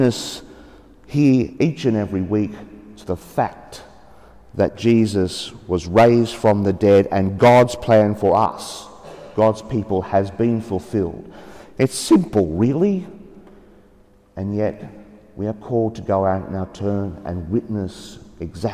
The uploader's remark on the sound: The homily for the 3rd Sunday of Easter (Year B) from Sacred Heart Cathedral, Hamilton.